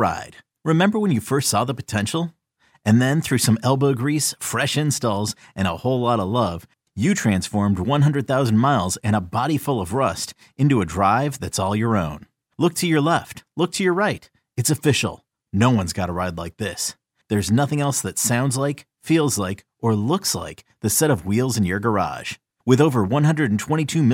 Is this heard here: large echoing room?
no